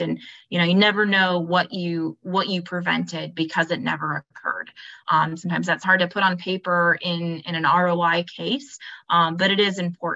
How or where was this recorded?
video call